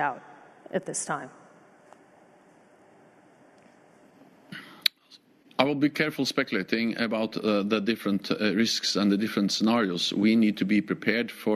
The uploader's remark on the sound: a special live interview from the Berlin Foreign Policy Forum